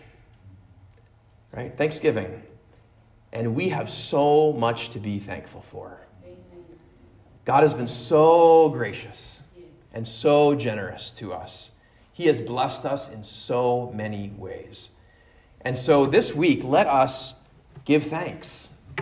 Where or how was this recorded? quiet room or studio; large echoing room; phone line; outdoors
large echoing room